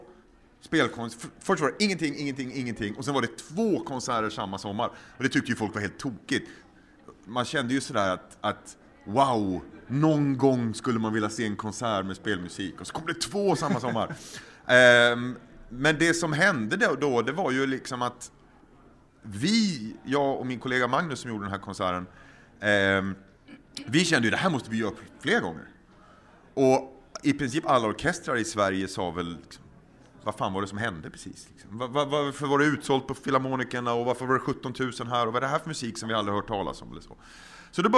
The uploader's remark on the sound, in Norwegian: For første gang spilles hele Level BackUp inn foran et live-publikum! Vi satt på spillkonserten Score på Oslo konserthus, der vi podcastet for publikum som ventet på å komme inn på konserten.